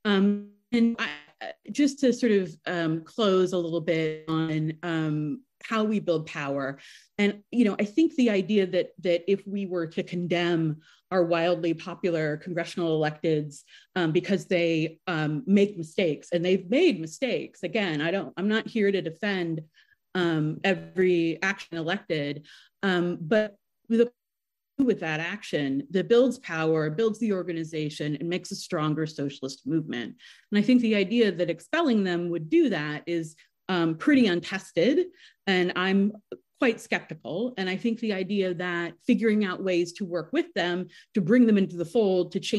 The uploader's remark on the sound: Online Panel Discussion